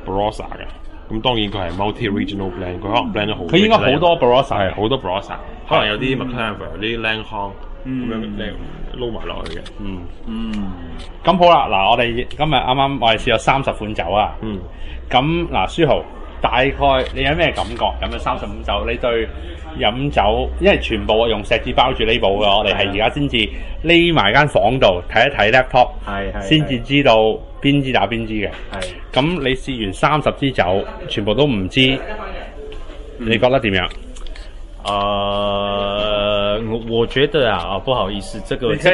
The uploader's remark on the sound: This is a live recording, at the recent winestyles magazine shiraz tasting event.